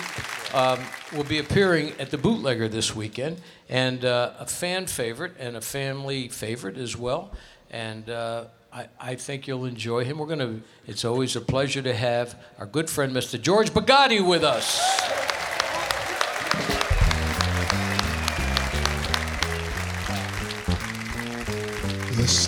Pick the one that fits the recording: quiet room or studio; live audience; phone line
live audience